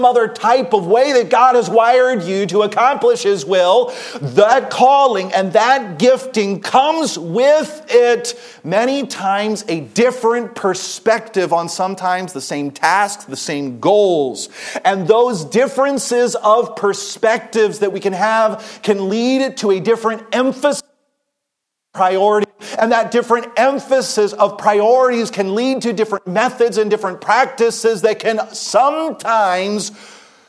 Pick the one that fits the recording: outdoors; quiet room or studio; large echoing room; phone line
large echoing room